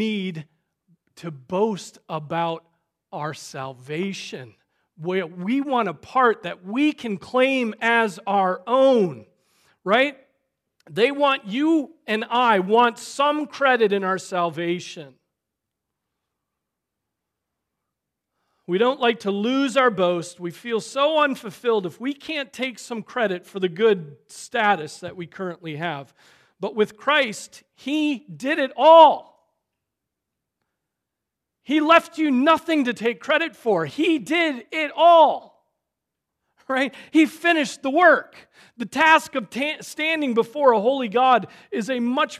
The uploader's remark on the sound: Preached on August 20, 2023 at Trinity Presbyterian Church